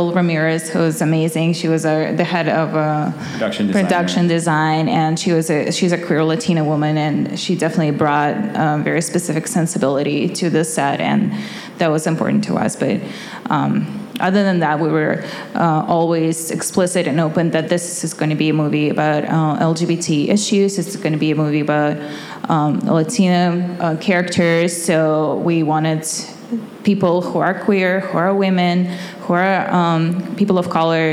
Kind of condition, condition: setting, live audience